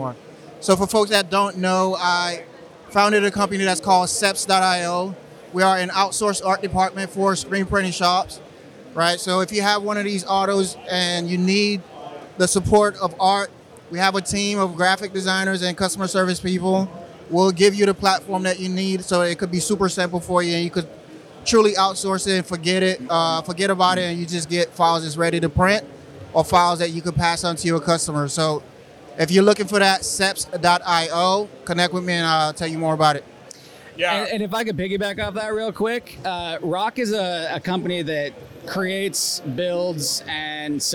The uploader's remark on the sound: go live from the Graphics Pro Expo, right from the ROQ booth